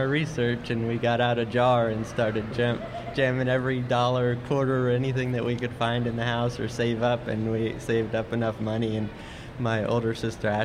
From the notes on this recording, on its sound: Smart Talk live from 2017 Farm Show! Smart Talk makes our annual visit to the Pennsylvania State Farm Show for a live broadcast Tuesday.